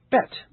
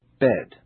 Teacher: Did you notice how the vowel sound e is shorter before t and longer before d?